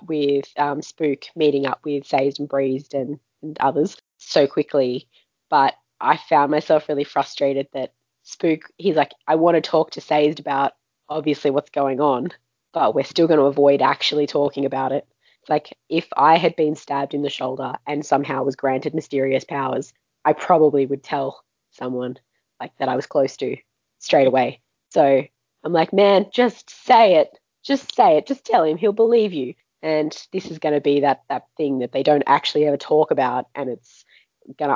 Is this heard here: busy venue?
no